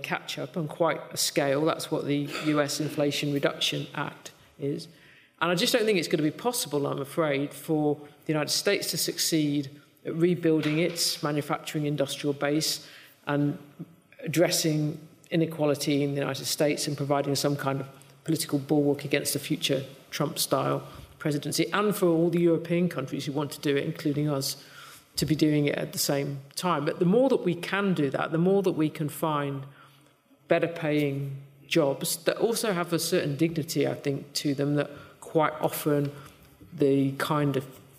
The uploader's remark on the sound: This episode is part two of our live event on economic growth. This conversation is part of Intelligence Squared’s live debate partnership with the Southbank Centre.